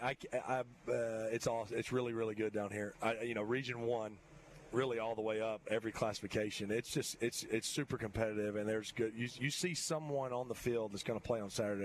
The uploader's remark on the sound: High School Gameday at St. Michael. LIVE at SMCHS!